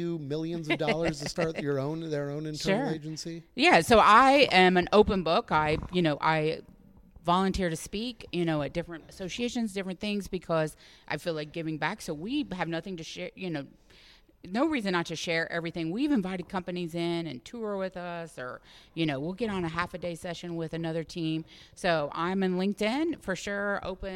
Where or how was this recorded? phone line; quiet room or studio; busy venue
busy venue